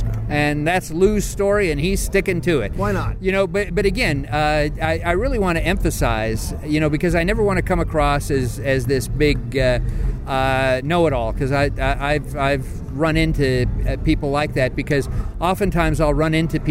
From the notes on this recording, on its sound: Recorded live at Disney's Hollywood Studios in Walt Disney World